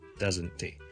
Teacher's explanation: It's great, isn't it?仲有俾多个例子，譬如 doesn't。D-O-E-S-N apostrophe T doesn't T sound 如果后面另外一个响音开头的字例如我们 he H-E 虽然有个 he 有个 H 在这里但我们通常不读